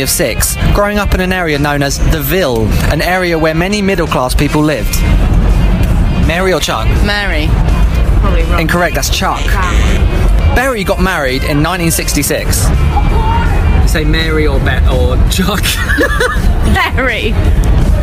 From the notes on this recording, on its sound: Live from the bustling London food hub of Borough Market. In the park. We witness the return of the phone in..